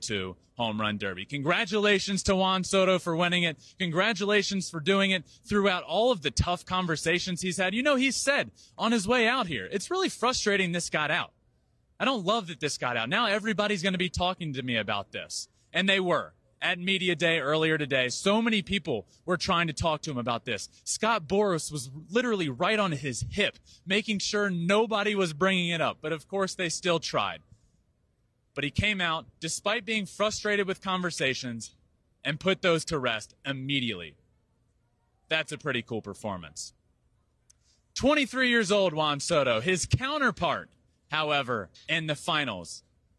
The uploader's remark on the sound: MLB HOME RUN DERBY 2022 LIVE FROM DODGER STADIUM